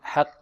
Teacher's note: الحاء مرقة والقاف في أقل مراتب التفخيم